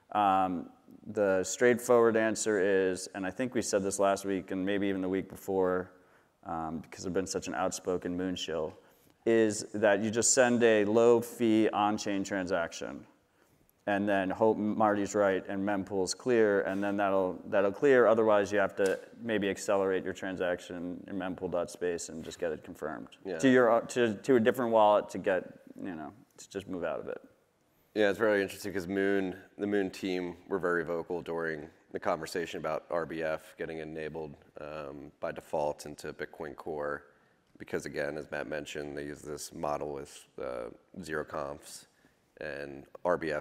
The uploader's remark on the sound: Live From the Open Source Stage at Bitcoin 2023 in Miami on May 19th, 2023